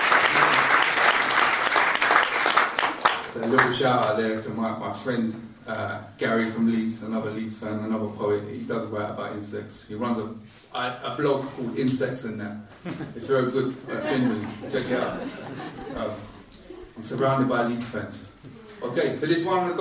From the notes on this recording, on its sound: Live at Poetry and Poppadums.